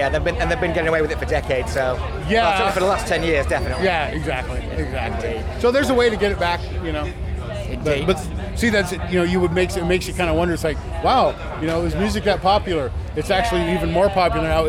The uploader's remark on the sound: at Bloodstock Festival 2019